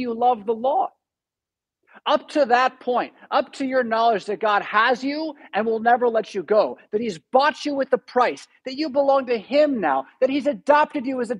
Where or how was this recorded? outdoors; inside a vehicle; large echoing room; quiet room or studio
large echoing room